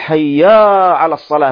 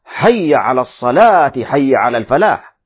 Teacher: فيأتي بألف بعد الياء · Shown in: first take